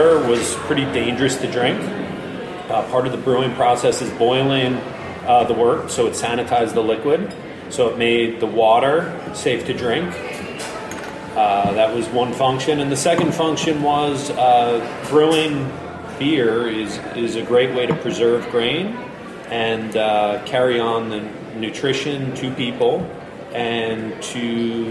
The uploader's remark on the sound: Recorded in March at Threes Brewery